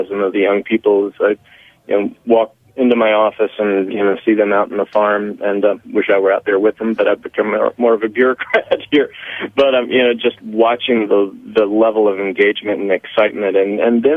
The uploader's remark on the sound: phones in to talk to us